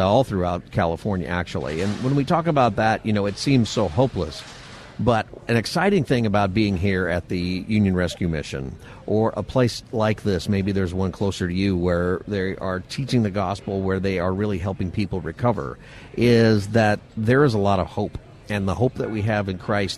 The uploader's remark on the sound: Live From Union Rescue Mission's Turkey Fry 2023 continued